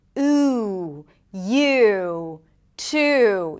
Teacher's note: the back of the tongue goes up. It's really high up in the back. The lips round. It is a longer sound. · Term: tense oo